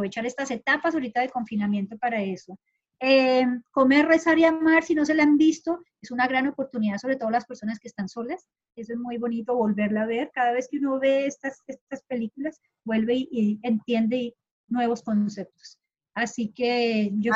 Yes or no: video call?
yes